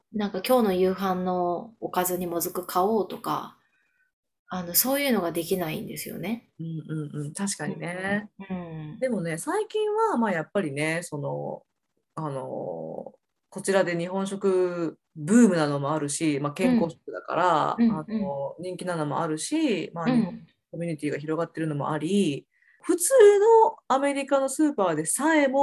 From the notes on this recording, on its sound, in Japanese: ズームでお送りしたため、音質は少し落ちてしまいます。